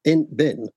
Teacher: Int or isn't has a T sound, but int bin, it's what we call a glottal stop. That T apostrophe is just a glottal stop. It's at the back of the throat